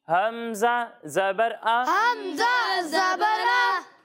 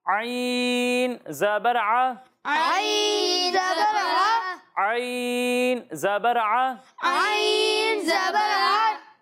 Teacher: جب ہم عین کی ادائیگی کریں گے تو اسے حلق کے درمیان والے حصے سے پڑھیں گے، اور جب ہم حمزہ کی ادائیگی کریں گے تو اسے حلق کے نیچے والے حصے سے پڑھیں گے · Shown in: first take